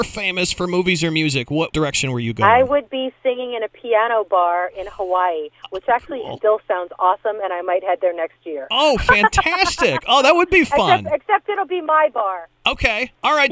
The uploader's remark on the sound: called in to the Point Morning Show